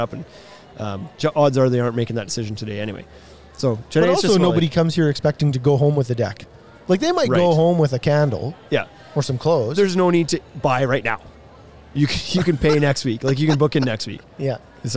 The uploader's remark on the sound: We did this one LIVE from a homeshow so its pretty fitting!